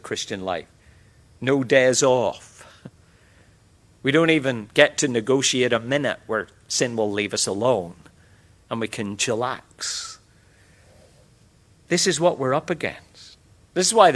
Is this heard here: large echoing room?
yes